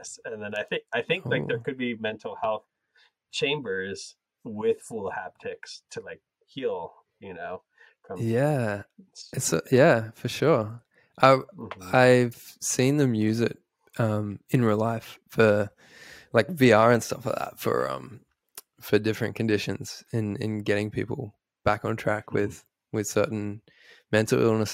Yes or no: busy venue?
no